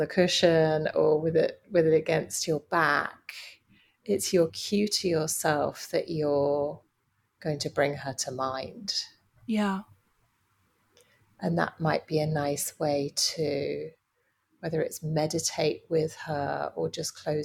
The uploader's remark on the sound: We had a lot of technical issues with the sound this time, so apologies for the interference!